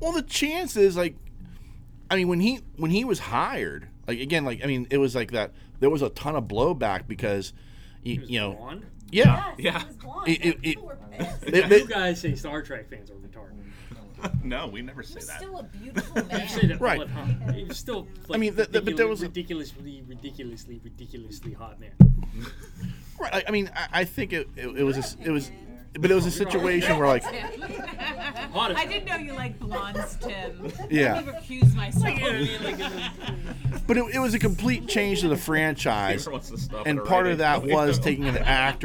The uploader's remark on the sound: This week we are recording on location at The Nerd Korner, We are joined by many of the superfans.